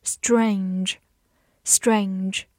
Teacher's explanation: S 发 s，T R 因为放在 s 后面浊化成 j